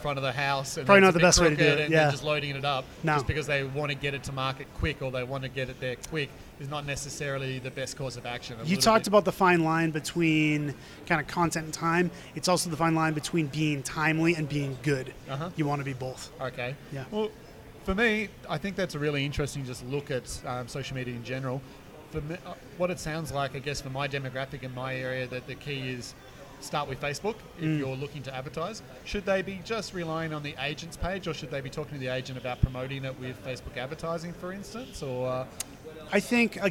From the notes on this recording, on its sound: Recorded at Inman Connect Las Vegas. Has taken the recorder with him to Inman Connect in Las Vegas & is grabbing some one-on-one chats with industry professionals.